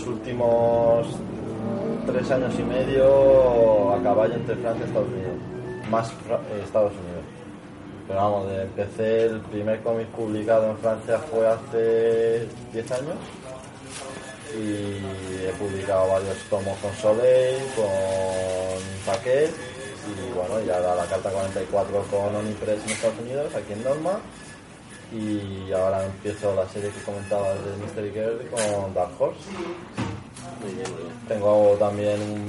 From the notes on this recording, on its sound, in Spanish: Charla de la III Buldog Con. Esta vez, el evento tuvo lugar en Atom Comics, en Madrid.